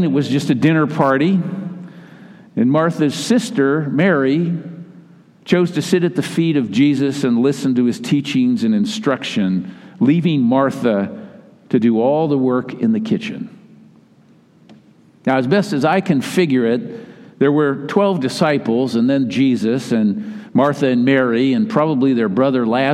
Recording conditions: large echoing room